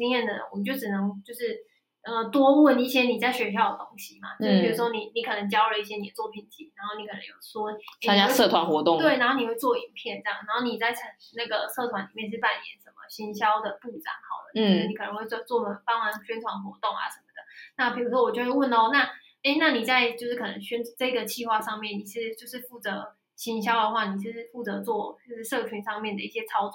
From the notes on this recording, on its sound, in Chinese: 這集錄音品質稍差，請見諒